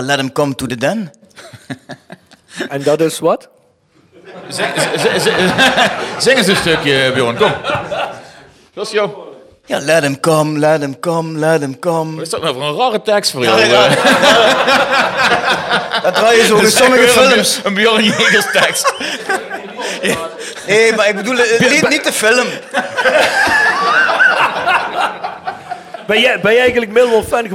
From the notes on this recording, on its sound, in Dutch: Deze episode is de eerste van een drieluik podcasts die orgineel als TVOK live event plaatsvonden met als thema Voetbal en Muziek.